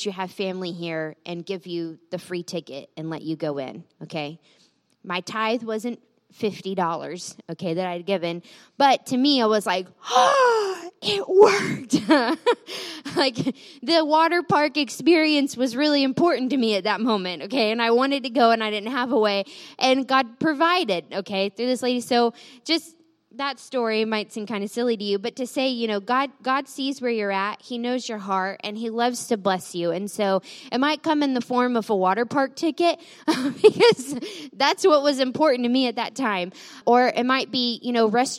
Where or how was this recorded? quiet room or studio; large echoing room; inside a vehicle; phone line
large echoing room